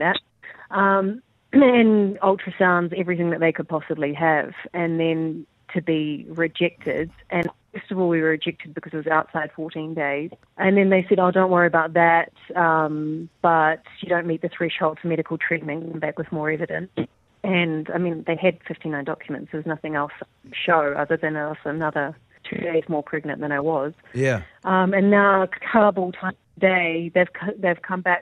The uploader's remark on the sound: joined the Rumble on the phone Live from Kabul In Afghanistan